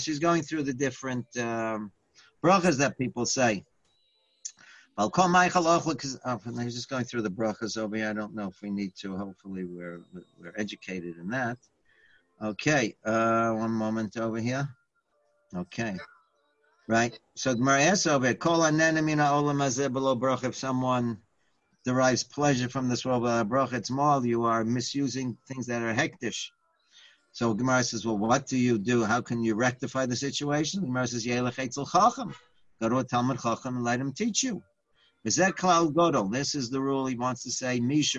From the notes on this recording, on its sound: Live On Zoom: 6-29-2020.